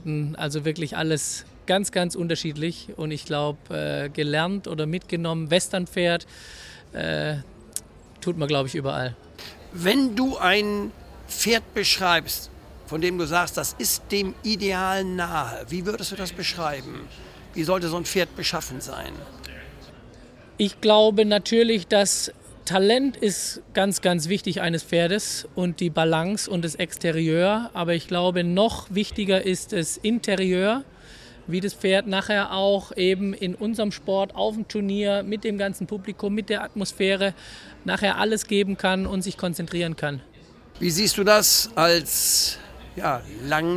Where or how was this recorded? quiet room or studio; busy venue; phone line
busy venue